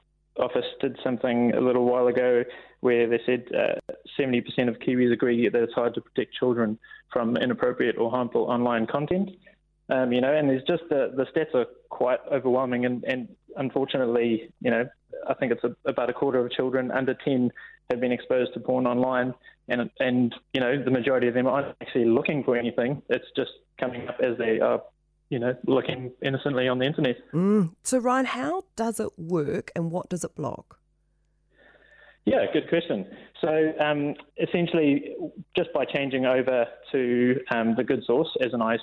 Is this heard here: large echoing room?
no